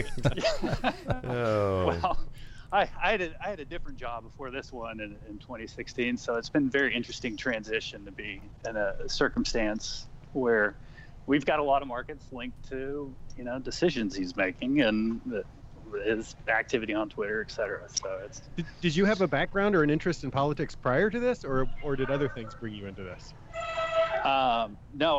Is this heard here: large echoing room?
no